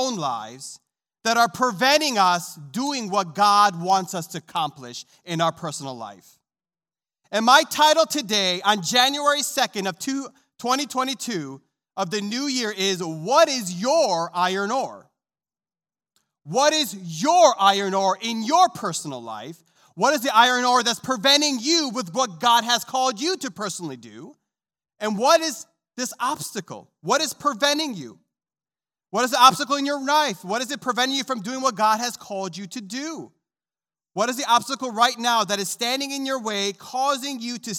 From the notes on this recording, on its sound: This sermon was recorded live on January 2nd, 2022, at Newark United Pentecostal Church.